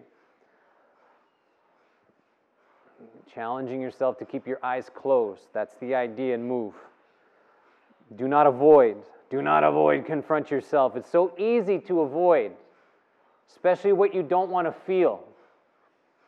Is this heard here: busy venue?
yes